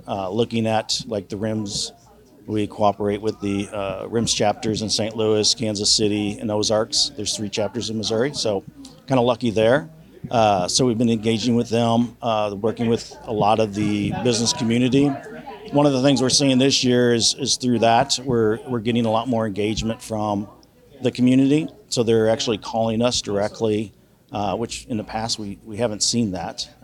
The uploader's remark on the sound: at the annual Vermont Captive Insurance Association conference in Burlington